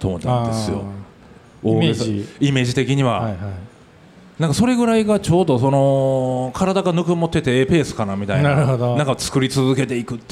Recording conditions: live audience